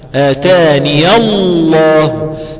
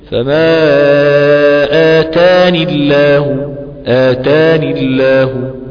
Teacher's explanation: فاللام فخمت في لفظ الجلالة أنها سبقت بفتح · Shown in: first take · Term: اللام المفخمة